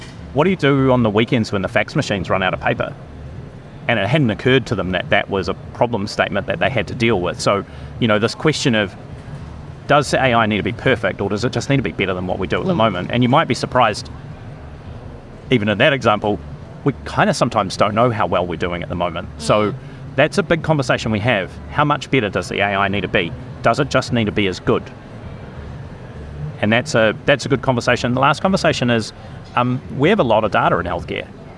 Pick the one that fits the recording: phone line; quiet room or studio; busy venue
busy venue